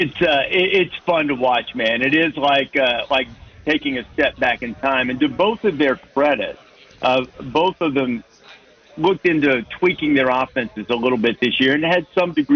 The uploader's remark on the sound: Live From Radio Row at Army/Navy